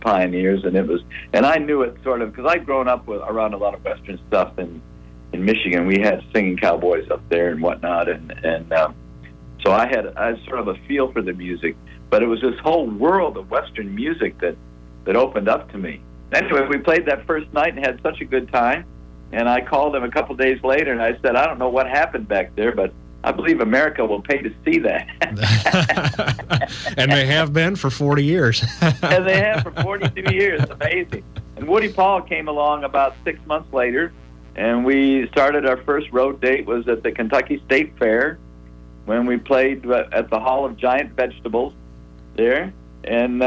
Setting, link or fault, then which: link, phone line